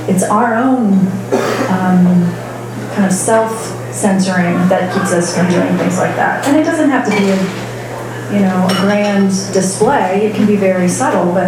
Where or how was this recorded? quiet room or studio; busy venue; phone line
busy venue